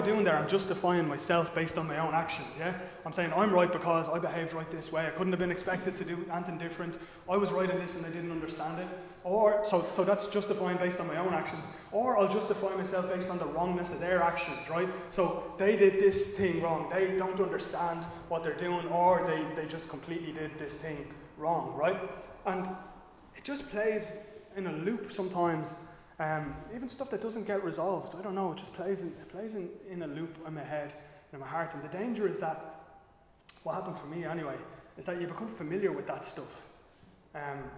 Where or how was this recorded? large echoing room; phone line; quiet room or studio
large echoing room